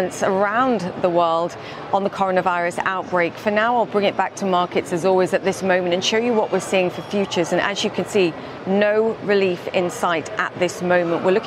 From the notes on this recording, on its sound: Is live from The New York Stock Exchange.